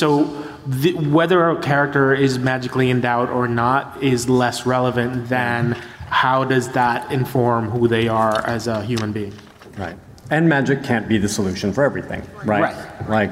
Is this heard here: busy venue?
yes